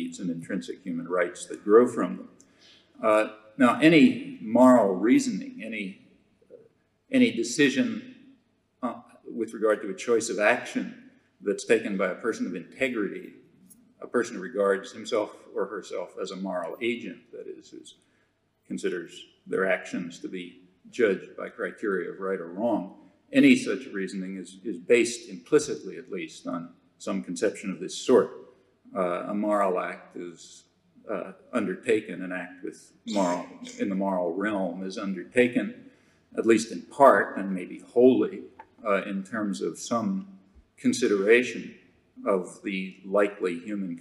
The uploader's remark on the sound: The keynote address at the Self-Determination and Power Conference in Glasgow, Scotland. The Self-Determination and Power Conference was organized by an alliance of the Free University of Glasgow, the Edinburgh Review.